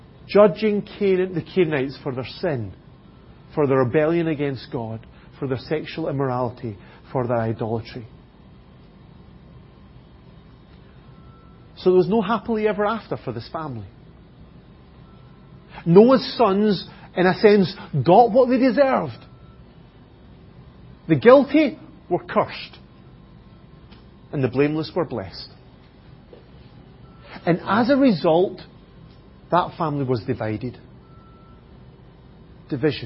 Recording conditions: large echoing room